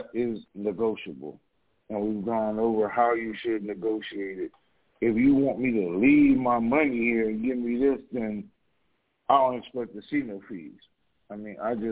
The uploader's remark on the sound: TNTSuperfantastic Conference Call